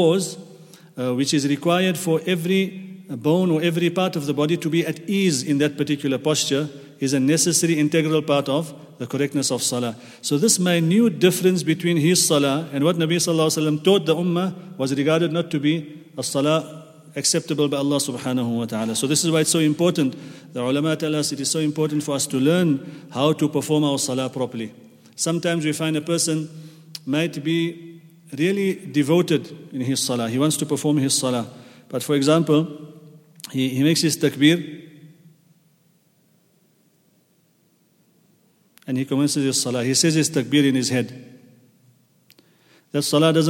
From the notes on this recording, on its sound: at the Houghton Masjid (West Street)